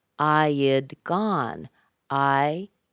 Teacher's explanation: We connect those together with a little Y connecting sound because I ends in a Y connecting sound. I'd. I had gone.